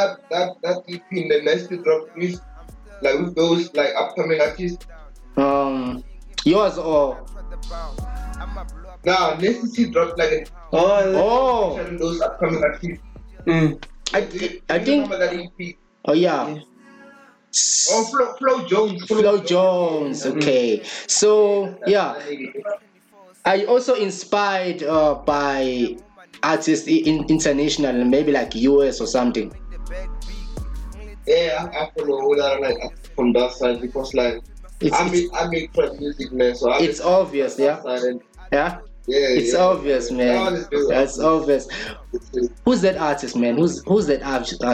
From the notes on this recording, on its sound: Our First VideoCall. (KZN-Limpopo).